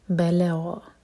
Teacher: حرکہ لمبا اذا بلغ با لا دونوں لائٹ غین ہیوی بلغ لام کو ہیوی نہیں کرنا لام لائٹ رہے گا